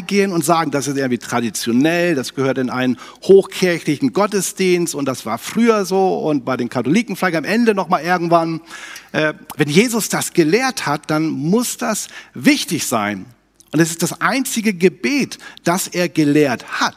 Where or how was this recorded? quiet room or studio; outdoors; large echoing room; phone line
large echoing room